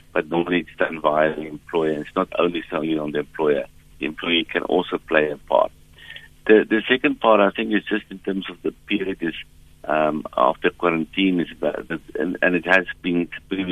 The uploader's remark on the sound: we are joined on the line